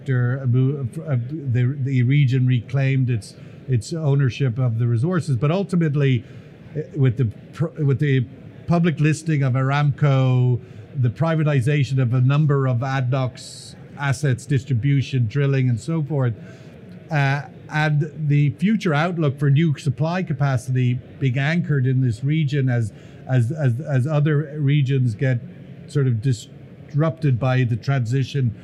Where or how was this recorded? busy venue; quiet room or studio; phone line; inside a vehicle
busy venue